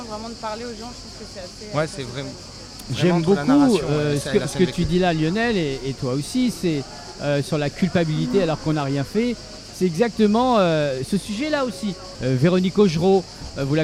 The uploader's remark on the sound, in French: En direct du Festival Off d'Avignon